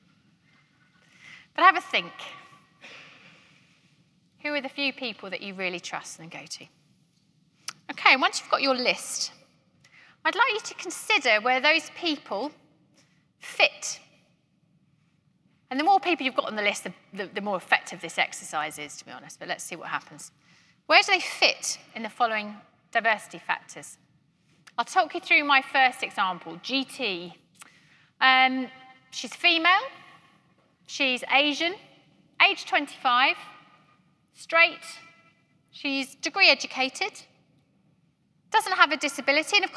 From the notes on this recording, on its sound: keynote at GREENHOUSE 2021